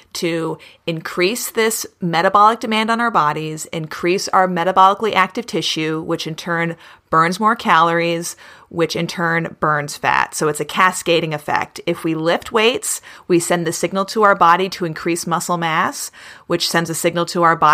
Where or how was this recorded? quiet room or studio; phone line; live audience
quiet room or studio